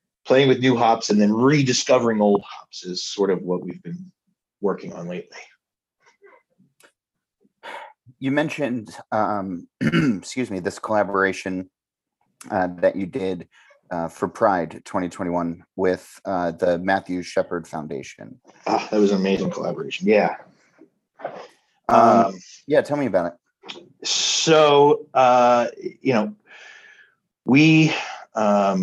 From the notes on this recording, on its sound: recorded over zoom